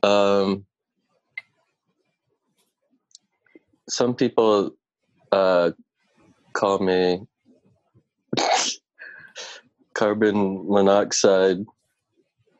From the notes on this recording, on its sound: In our very first episode recorded entirely remotely. Play listener-created games with callers via Zoom!